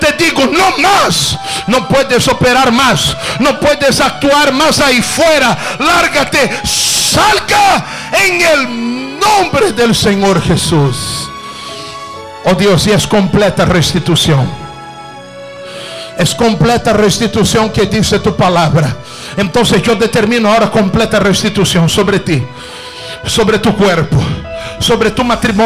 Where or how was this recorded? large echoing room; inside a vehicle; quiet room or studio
large echoing room